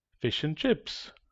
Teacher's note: There is no need to add a glottal stop. With the word and, we usually delete the d in a phrase.